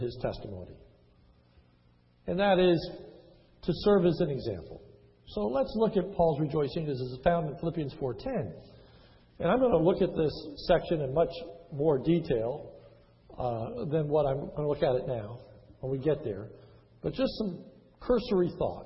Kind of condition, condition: setting, large echoing room